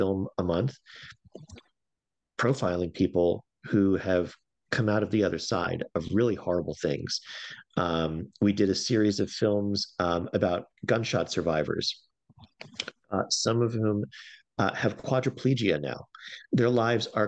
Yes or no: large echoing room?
no